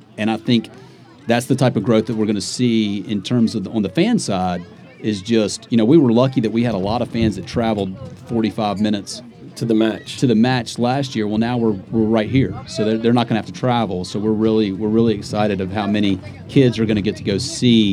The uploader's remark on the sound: Live at the Eastern Shore Premier Cup